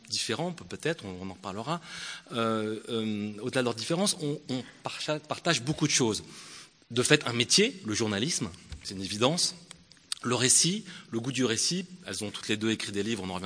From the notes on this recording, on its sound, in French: au Théâtre de Mâcon